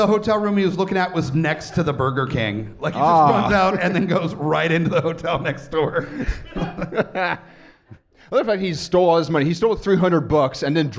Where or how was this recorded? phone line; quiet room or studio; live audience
live audience